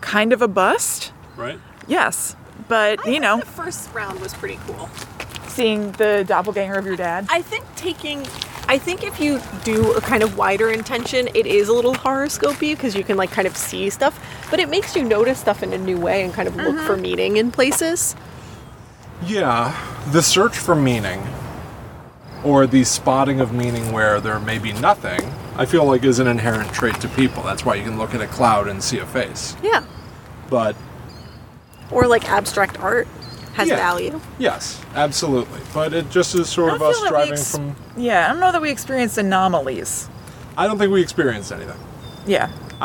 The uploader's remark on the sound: We share footage/audio from our own Randonautica outing.